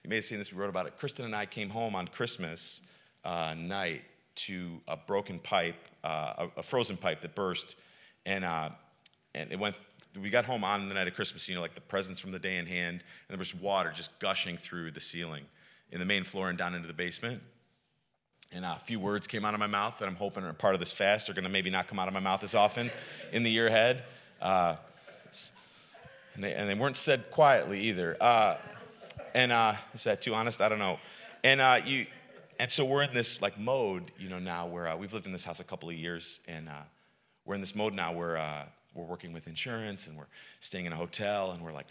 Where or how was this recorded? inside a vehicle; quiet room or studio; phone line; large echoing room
large echoing room